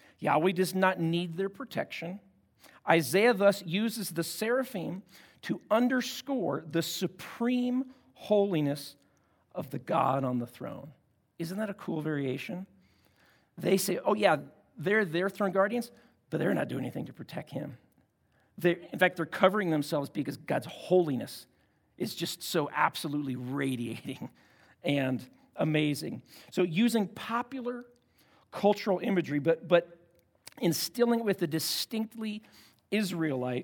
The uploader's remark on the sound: at Timberline Church - Audio